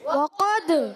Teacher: وقد میں واو کے ادائیگی ہونٹوں کی گولائی سے، وقد قاف موٹا ادا ہوگا پورا حرف مصطلیہ میں سے، قاف کا مخرج زبان کی جڑ، تالو کا نرم حصہ.